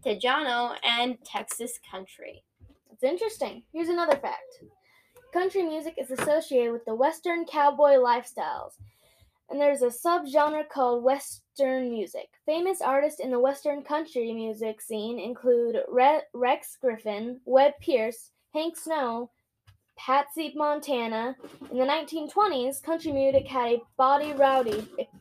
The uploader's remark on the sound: we are also using a new mic, so please give us some mercy because it might sound a bit wonky